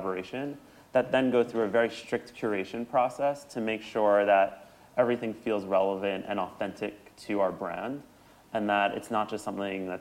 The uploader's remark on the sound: The Università della Svizzera italiana and Université Paris 1 Panthéon-Sorbonne invited SHOWstudio Editor. The conversation takes place in front of an audience of students and members of the general public. ELab – eLearning Lab of USI – Università della Svizzera italiana.